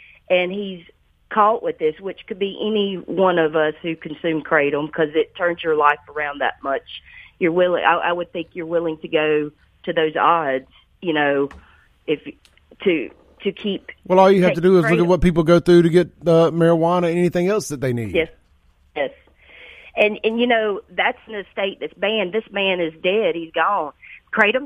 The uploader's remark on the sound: joins me on the phone